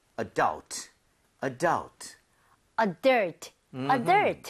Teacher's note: 여러분들 같이 한번 해볼게요. 유에 강세 주고